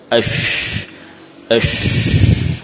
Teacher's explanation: sifat menyebarnya nafas dari sekitar makhraj huruf shin, yaitu tengah-tengah lidah. Kemudian nafas dan suara dari shin, ya, mengarah ke, yani di sekitarnya, ya, membentur permukaan dalam dari gigi-gigi. · Term: tafashi